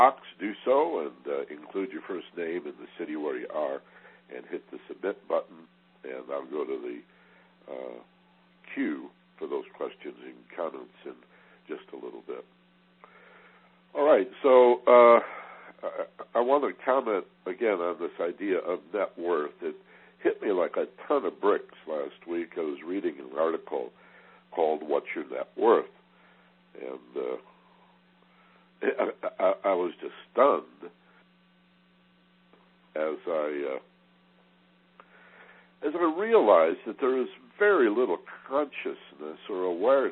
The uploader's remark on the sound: in a live Teleconference